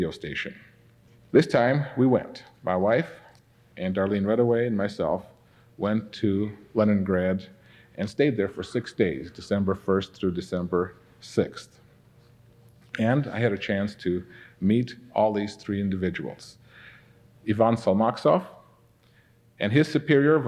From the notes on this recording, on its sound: This episode was recorded 33 years ago at the Ambassador Auditorium in Pasadena, California.